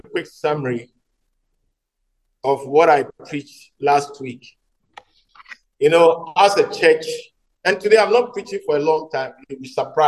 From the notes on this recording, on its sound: message preached at the Living Waters Cathedral